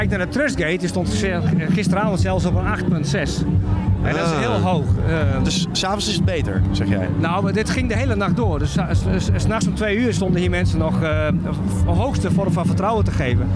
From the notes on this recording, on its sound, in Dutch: Live vanuit de artist village op Lowlands. Doen verslag vanuit alle hoeken en gaten van het festival.